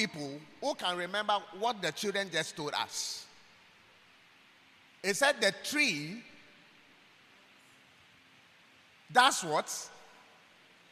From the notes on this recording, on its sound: preached at God's Haven Ministries, The Purpose Assembly on Sun 5th March, 2023.